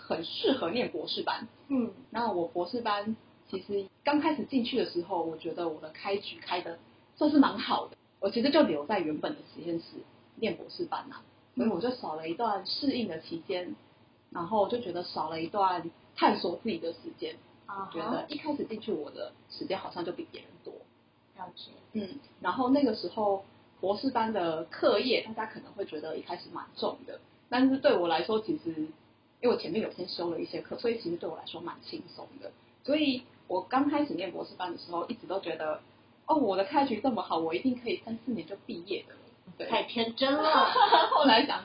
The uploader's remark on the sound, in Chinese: 第一集好像收音還沒調整好請大家見諒啊。